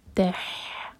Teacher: یہ ہا حلق سے آئے گا